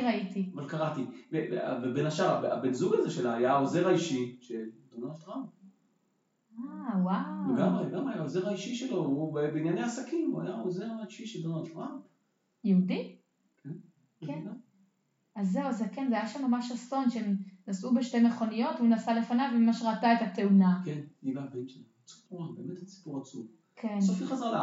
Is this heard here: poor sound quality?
yes